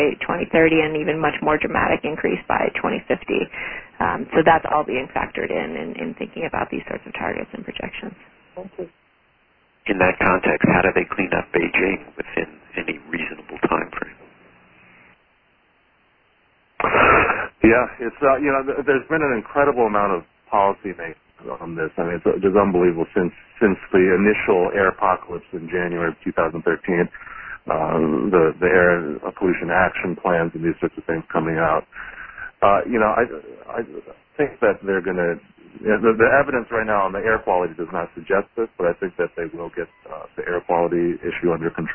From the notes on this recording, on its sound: Join an on-the-record teleconference. Q&A follows the speakers' remarks.